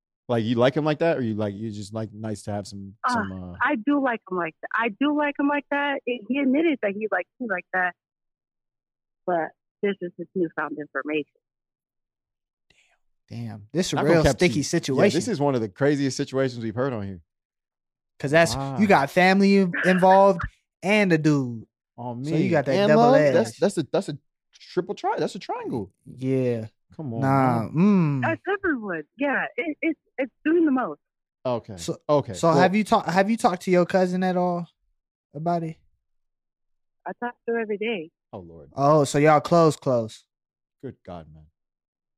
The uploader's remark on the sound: take a listener call